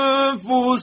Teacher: میبینیم که اخفای ما این دفعه دیگه حالت ترقیق گرفت